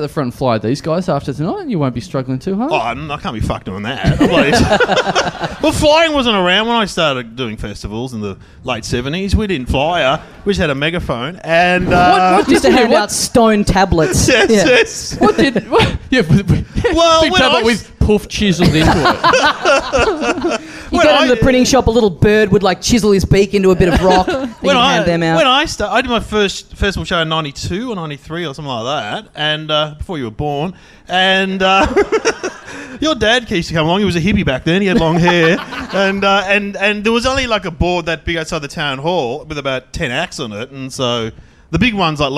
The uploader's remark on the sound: Recorded LIVE at The Joint on April 5th, 2015.